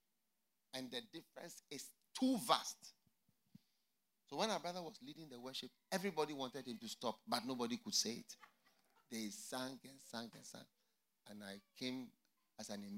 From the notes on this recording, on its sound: Preached at the FLOW Church Service.